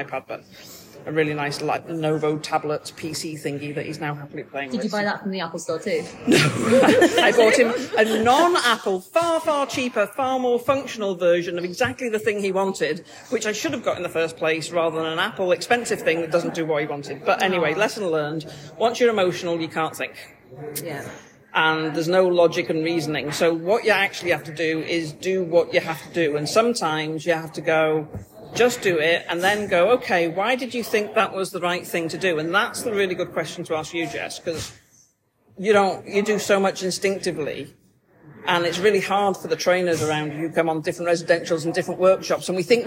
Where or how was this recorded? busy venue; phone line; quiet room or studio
busy venue